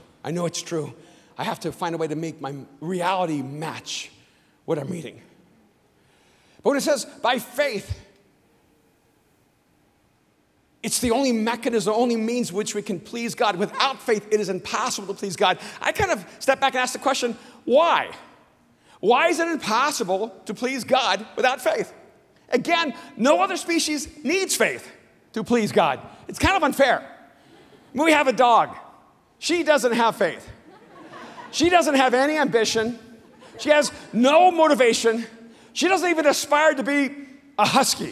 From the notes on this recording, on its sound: speaks on TBN's Praise at Mosaic Conference